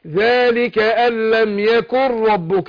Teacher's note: يكن ربك هنا إدغام بغير غنة. يكن ربك على طول.